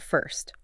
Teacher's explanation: your tongue starts low and then moves upward and forward · Term: diphthong